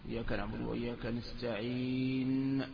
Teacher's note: قلت الوقف على كل حال له صور من بينها الإسكان، وله تفاصيل ستذكر الآن في الباب، ومن بينها كذلك الإشمام، الإشمام وهو الإشارة إلى حركة الضمة بالشفتين من غير صوت، إياك نعبد وإياك نستعين ثم يضم الشفتين، إياك نعبد وإياك نستعين.